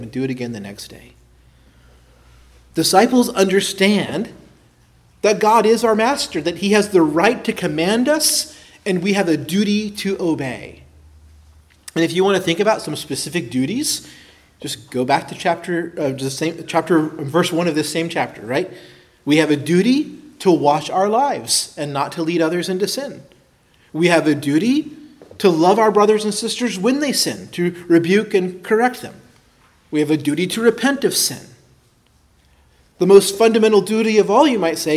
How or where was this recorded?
large echoing room